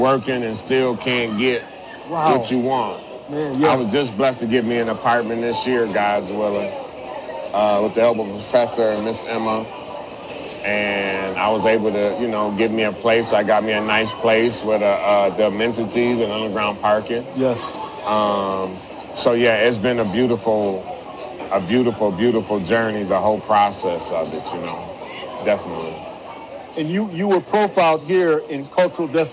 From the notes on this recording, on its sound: records LIVE on-site at the Minnesota State Fair at the first ever Cultural Destinations booth